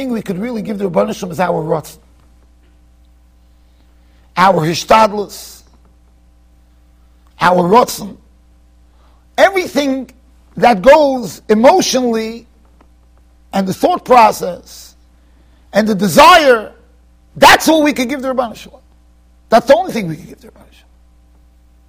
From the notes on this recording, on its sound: Shiur recorded in Yeshivas Ohr Reuven, Monsey NY.